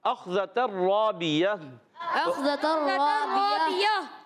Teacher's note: اخذۃ الرابیہ اخذۃ الرابیہ حمزہ کو خا سے ملانا ہے اور خا موٹے حروف میں تھے حروف مستعلیہ میں سے موٹا ادا کریں گے